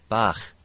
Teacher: in Liverpool, we get either a fricative sound, a frictiony noise · Term: lenition